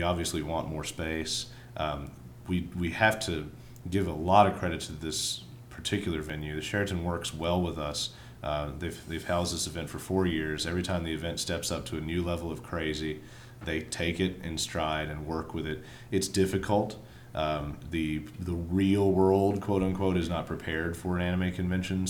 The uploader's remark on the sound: Middle Tennessee Anime Convention con report in audio form goodness. You can even tell it was even recorded at the con.